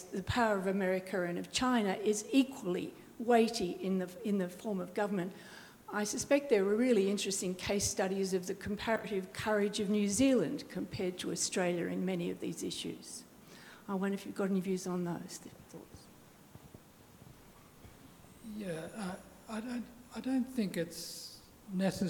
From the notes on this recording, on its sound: This major public lecture is the culmination of his Fellowship. At the University of Sydney as part of the Sydney Ideas Lectures series.